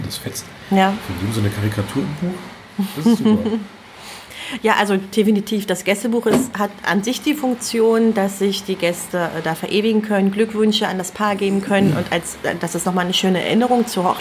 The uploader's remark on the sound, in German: Diese Episode haben wir übrigens in der schönen Teestube "Mitten im September" in Cottbus aufgenommen. Der Hochzeits-Podcast direkt aus dem Spreewald.